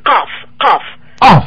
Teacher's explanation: C'est comme un K, mais explosé. · Term: Q explosé